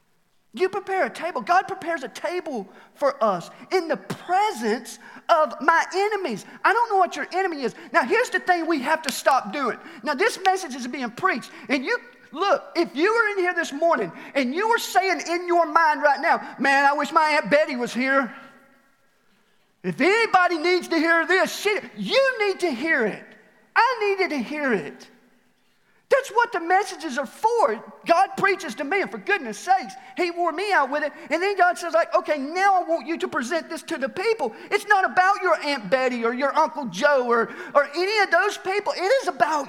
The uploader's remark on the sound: Recorded live at The Fellowship at Mt Juliet on July 18, 2021.